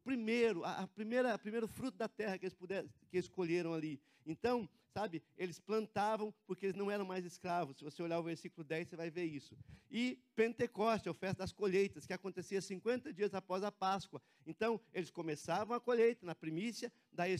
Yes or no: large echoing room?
yes